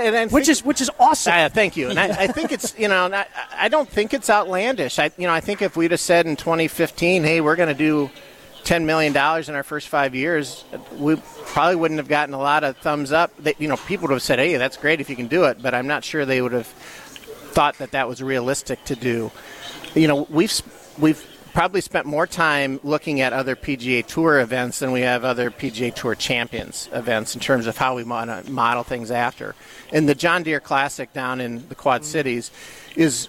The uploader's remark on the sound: Live from the AMFAM Championship